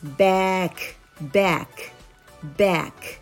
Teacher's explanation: back b a c のあですねこれはあとえの間の音です · IPA: /bæk/